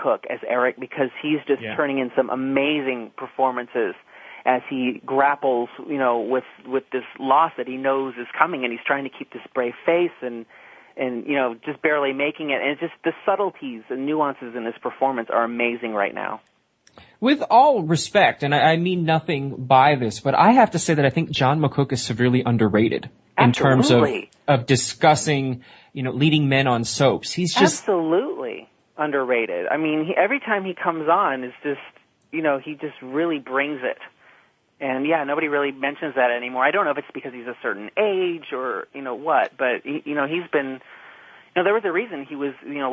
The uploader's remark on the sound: This week, we’re taking your calls live for the entire hour. We’ll also be sharing some of the calls we’ve received on our new 24/7 caller feedback line.